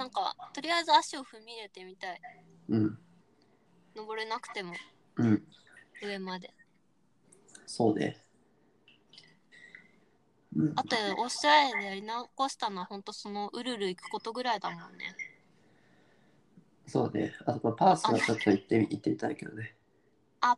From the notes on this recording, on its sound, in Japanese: 初のリモート収録！ ノイズを押しのけてでも聞いてくれますかっ？